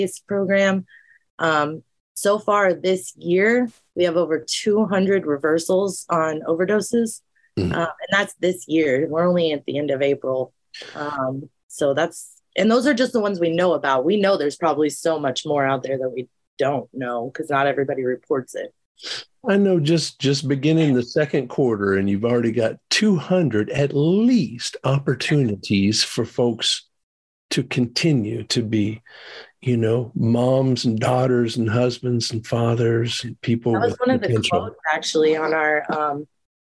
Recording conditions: video call